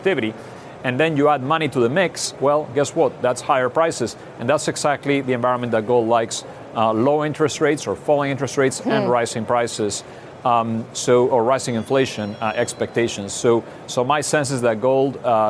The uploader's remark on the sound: live from The New York Stock Exchange